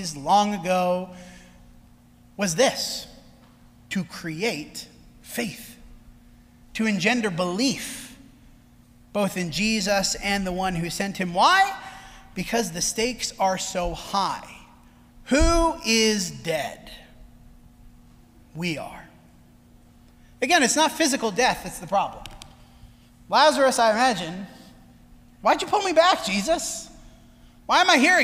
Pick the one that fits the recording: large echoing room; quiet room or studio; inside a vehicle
large echoing room